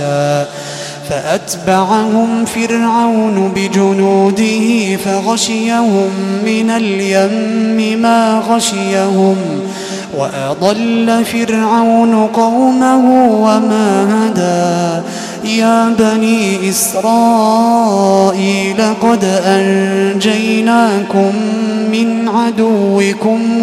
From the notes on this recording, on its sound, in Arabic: تسجيلات من صلاة التراويح لشهر رمضان عام 2016.